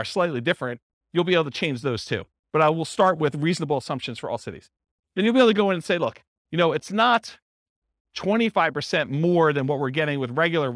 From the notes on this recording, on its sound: This was a live class recorded